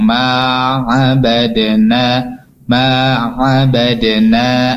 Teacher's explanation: A-nya ini jangan dihentakkan karena tidak ada hamzah. Tadi pengucapannya ma'abadena.